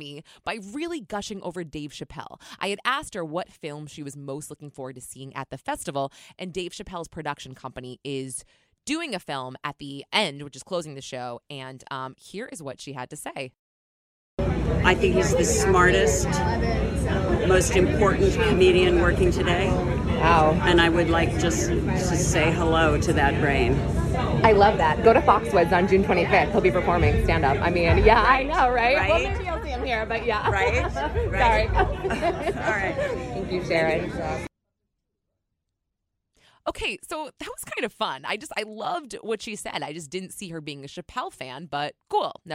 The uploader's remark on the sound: 'In the Heights' film opened the 2021 Tribeca Film Festival this year. Clips live from the red carpet.